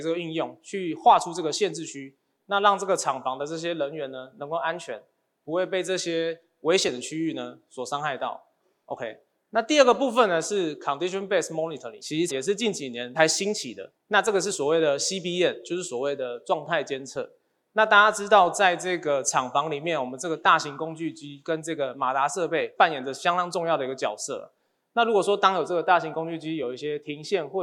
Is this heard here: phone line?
no